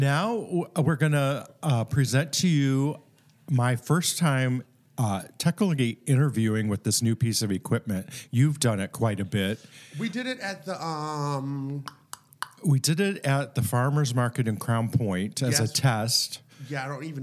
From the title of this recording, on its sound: Live from Blue Moon Vintage Market